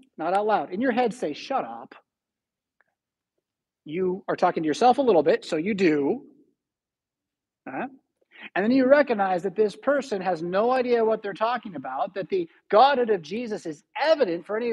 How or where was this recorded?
large echoing room